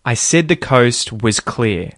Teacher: Lastly, the word was, you're not going to hear that as a fully enunciated was vowel sound. You'll hear it instead like a schwa.